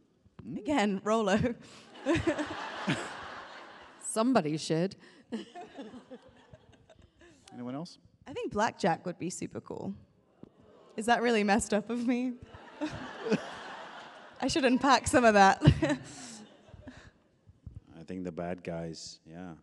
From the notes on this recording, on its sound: Get ready for a wild live taping of the podcast with the cast of OUTLANDER!